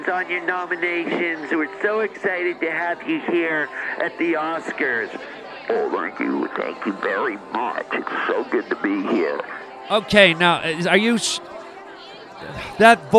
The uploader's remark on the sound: reports live from the Oscars.